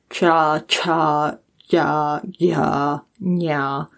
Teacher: you move forward from the velar to the palatal